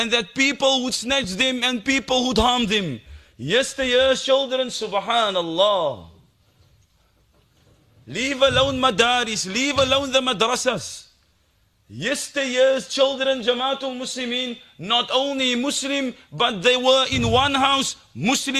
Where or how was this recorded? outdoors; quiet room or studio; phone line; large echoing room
large echoing room